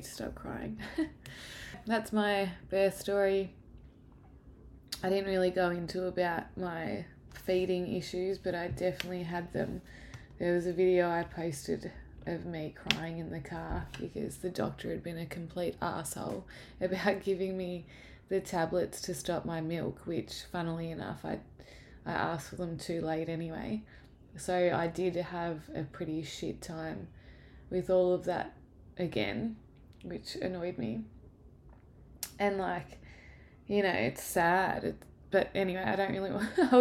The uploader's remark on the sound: Apologies for the background noise!!